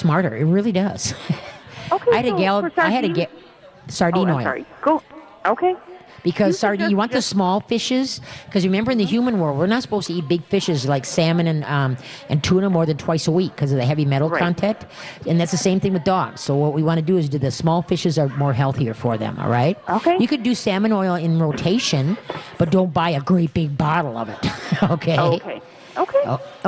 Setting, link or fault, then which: setting, busy venue